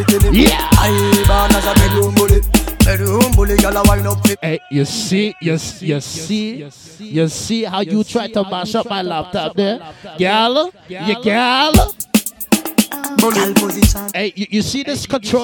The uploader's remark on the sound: BOAT CRUISE LIVE AUDIO